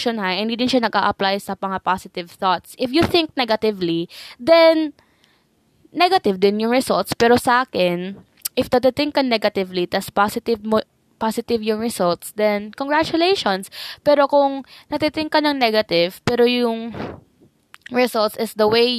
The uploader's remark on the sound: I'm so sorry for the quality of the microphone HAHAHA.